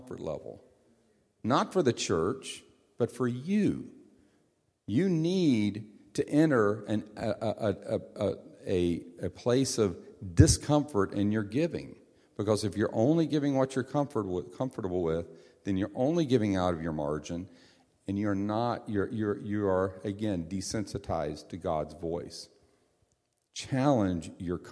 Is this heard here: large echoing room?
yes